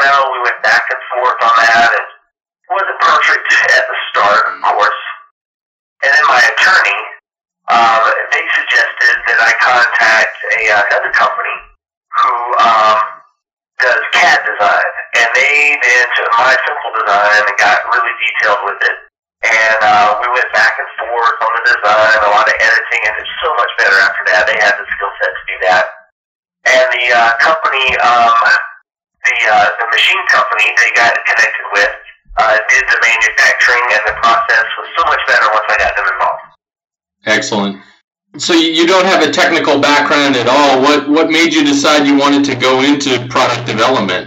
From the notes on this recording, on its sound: Note: The audio quality of this episode was compromised by a poor recording device. We were working with translators and recording over the phone, which affected the quality.